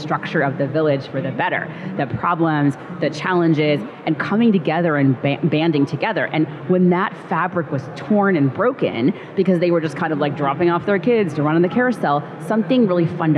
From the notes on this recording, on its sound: live from Consensus 2023 in Austin, Texas